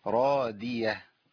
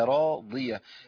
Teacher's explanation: في إن الضاد هنا مكسورة وكسرة الضاد نخليها ضعيفة. بس الضاد فيها إيه؟ فيها إطباق وفيها استعلاء · Shown in: second take · فحرف قوي فمحتاجين إن إحنا نظهرها ونبين مخرجها.